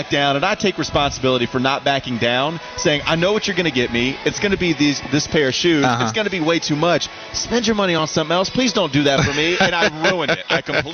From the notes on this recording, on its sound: live from Spectrum Center for the annual Hornets Cornucopia event